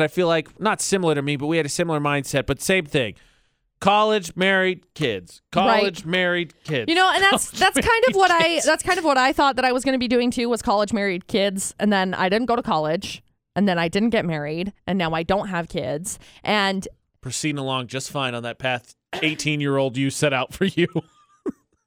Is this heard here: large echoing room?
no